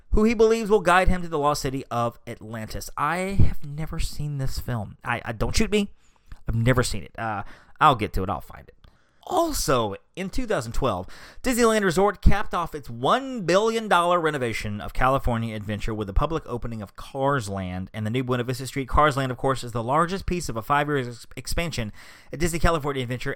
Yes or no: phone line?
no